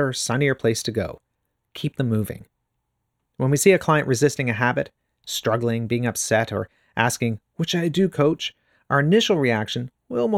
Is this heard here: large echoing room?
no